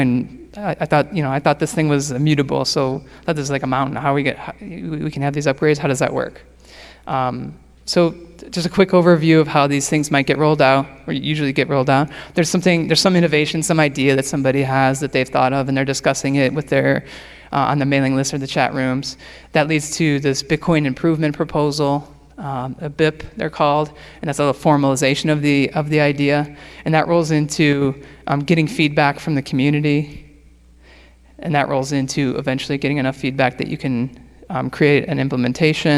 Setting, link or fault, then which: setting, live audience